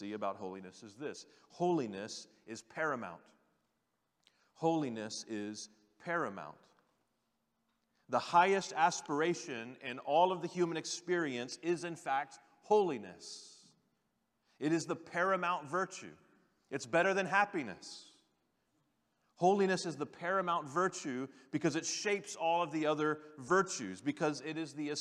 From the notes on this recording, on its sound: General Session V from the 2023 Shepherds 360 Conference